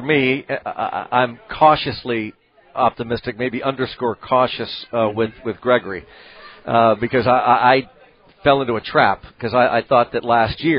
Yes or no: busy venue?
yes